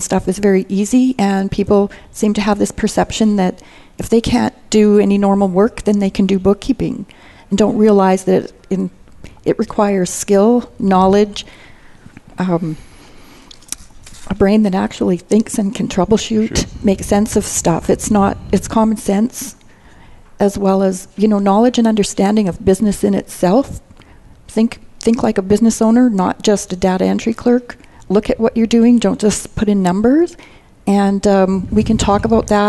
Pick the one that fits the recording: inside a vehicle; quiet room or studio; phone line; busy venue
busy venue